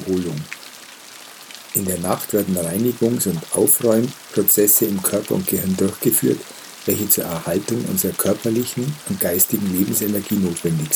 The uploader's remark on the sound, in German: In dieser Folge hörst du eine Aufnahme, die ich auf dem Ganges in einem Boot im Regen gemacht habe. Die hochwertige Audio-Aufnahmen, die ich hier in Indien gemacht habe umfasst das volle hörbare Klangspektrum.